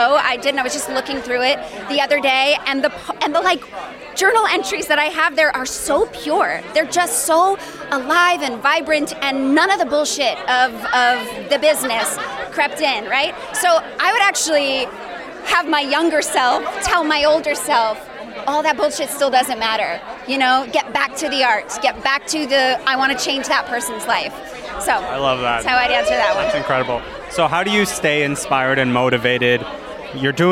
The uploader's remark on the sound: Live from the red carpet of the 2023 Canadian Screen Awards